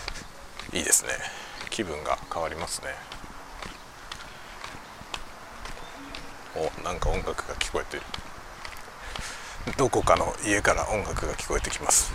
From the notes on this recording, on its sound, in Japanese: 外を歩きながら雑談。ポストに郵便を出しに行きながらしゃべってみる回。マイクの風切り音テストを兼ねて。